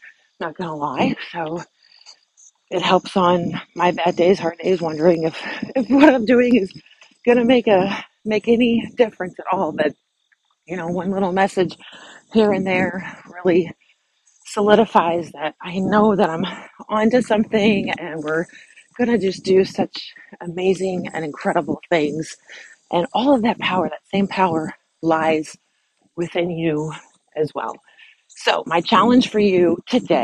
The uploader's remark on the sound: her walk & talk